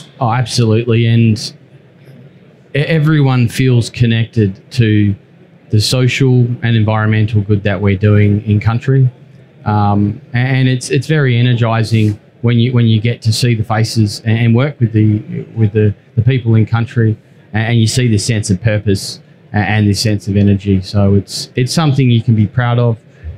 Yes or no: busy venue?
yes